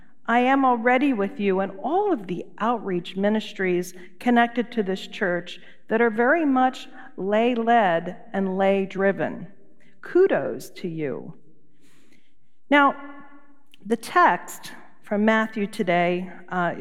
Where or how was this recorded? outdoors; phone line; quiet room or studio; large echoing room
large echoing room